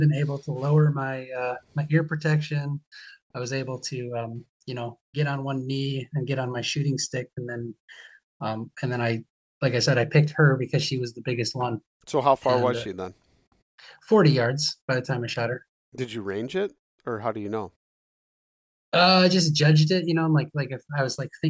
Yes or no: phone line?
no